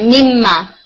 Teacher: अब नून नहीं पढ़ते ना · Term: इदगाम